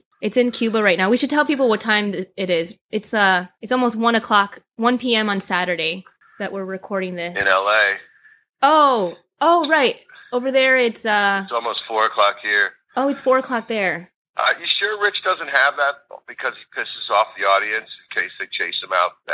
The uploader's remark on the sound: Joins … over the phone from Southern Florida.